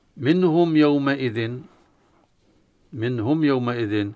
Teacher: يعني نظهر النون من مخرجه من دون غنة · Term: إظهار